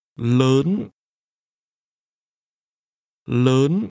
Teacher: This word is pronounced with a rising tone.